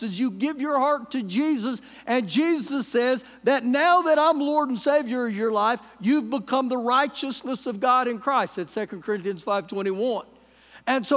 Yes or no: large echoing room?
yes